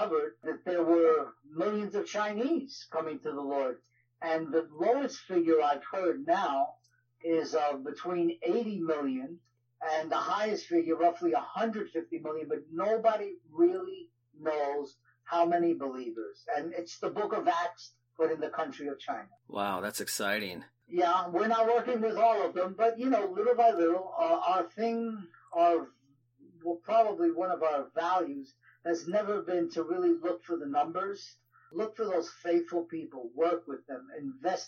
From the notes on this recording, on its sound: Please forgive the audio quality as this was when we first launched out into podcasting and this was a phone call interview.